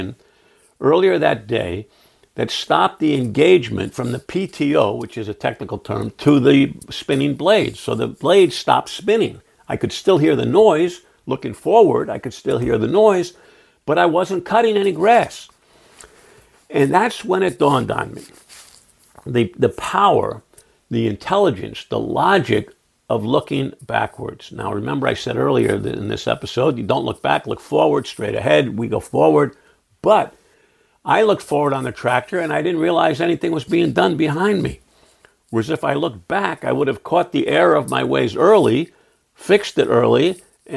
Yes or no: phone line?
no